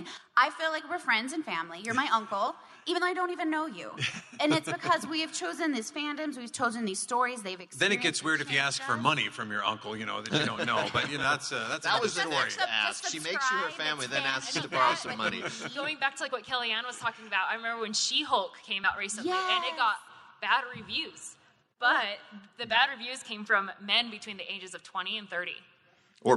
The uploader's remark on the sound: Fan Effect at FanX 2022 (Live). This is a live recording for KSL Podcasts’ Fan Effect. The live recording of the FanX 2022 Salt Lake Comic Convention event.